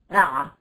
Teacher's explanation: اع بينقطع منك الصوت انقطاع لا ارادي · Term: مخرج العين